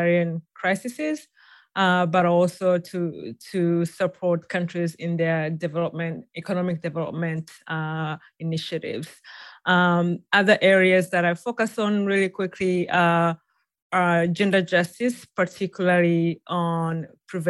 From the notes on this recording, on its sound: a recording of a recent webinar